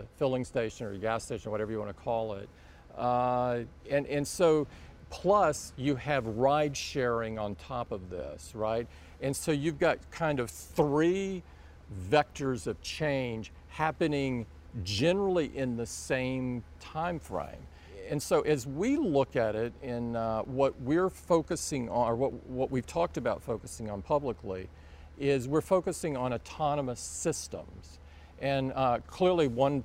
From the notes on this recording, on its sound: an exclusive interview from the Apple Worldwide Developers Conference in San Jose, California